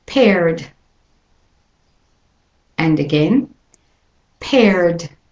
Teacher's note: for those practicing an American accent, and it goes from the R to the D sound.